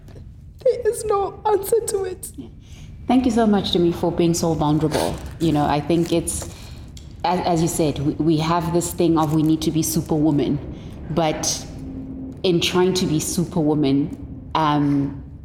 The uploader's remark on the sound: Introducing South Africa’s only podcast recorded at a beauty salon…where real conversations happen over a manicure and pedicure.